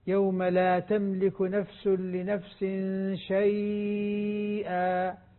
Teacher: ورش لا يقصر هذه شيئا، لابد من التوسط أو الإشباع